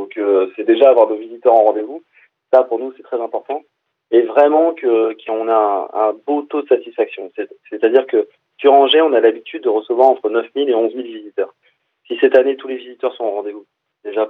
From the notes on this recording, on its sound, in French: nous avons pu avoir par téléphone